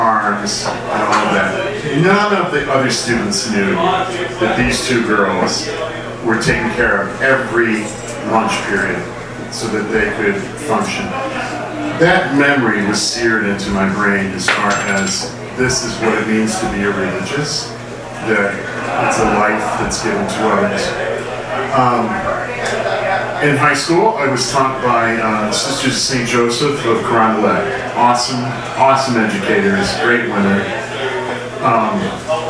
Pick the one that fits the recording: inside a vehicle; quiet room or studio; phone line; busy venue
busy venue